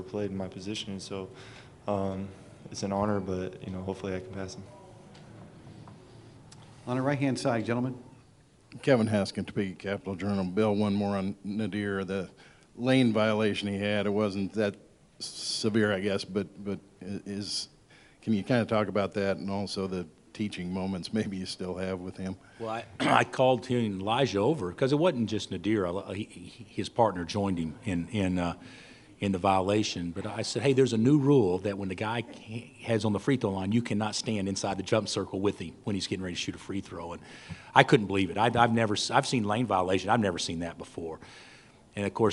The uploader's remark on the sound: Press Conferences & Post-Game Interviews